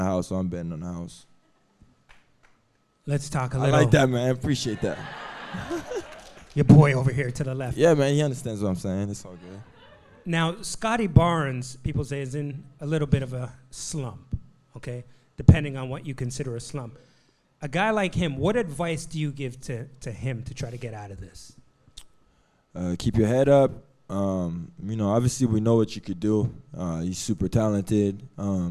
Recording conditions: live audience